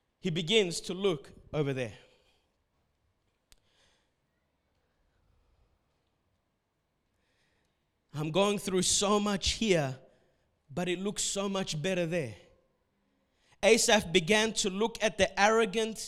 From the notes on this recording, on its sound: Sunday Service preaching recorded on the 24th of November